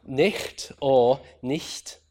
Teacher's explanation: Might have been more palatal, might have been more velar, might have been more like a h